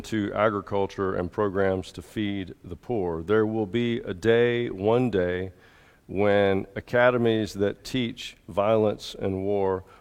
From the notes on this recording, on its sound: At the 8:30 contemporary service at Restore. Alabaster First United Methodist Church.